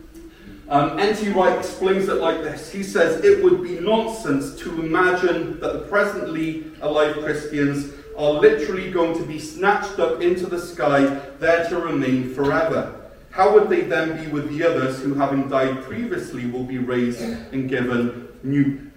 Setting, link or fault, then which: setting, large echoing room